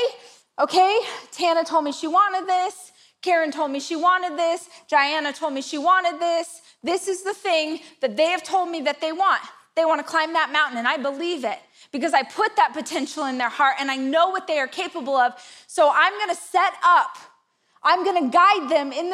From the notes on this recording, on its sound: This is a keynote that I gave last year at my Rise conference